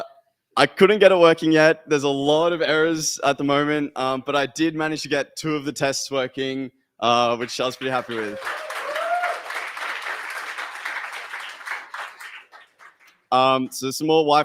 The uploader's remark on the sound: Bitcoin++ hackathon live from Bitcoin Commons in Austin, Texas.